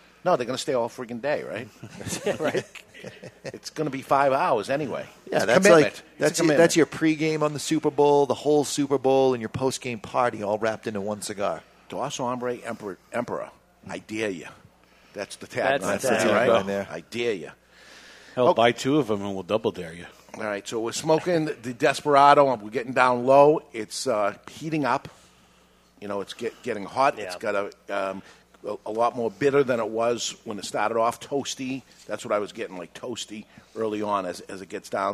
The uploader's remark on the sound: broadcasting live from Two Guys Smoke Shop